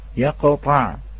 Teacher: فلا بد من الاتيان بالتفخيم مع القلقلة في القاف والطاء